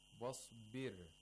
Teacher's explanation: We have tarqiq of ra. Yes. Wasbir. It is pronounced thinly. Attenuation.